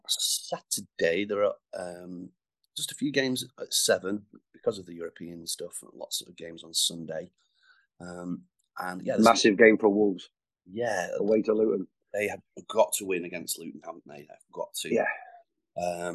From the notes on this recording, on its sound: Chat over Zoom